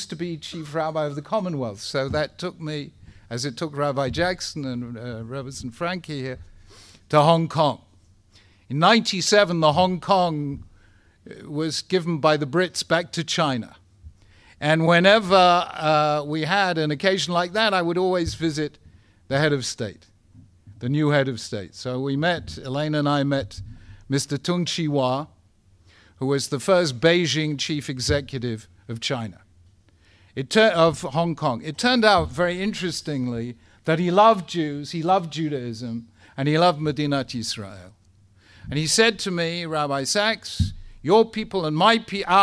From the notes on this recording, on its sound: Speaking at the Beit Knesset Feigenson.